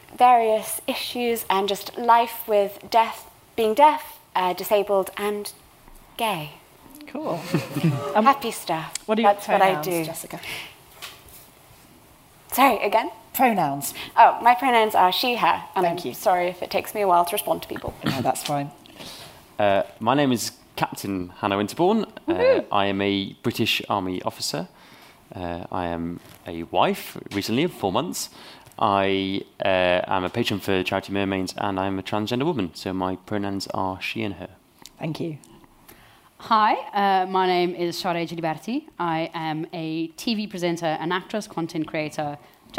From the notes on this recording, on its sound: We were asked to record one of our podcasts at their final event.